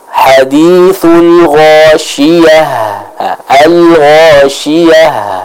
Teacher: Jadi ta marbutah itu berubah dengan suara dari huruf ha.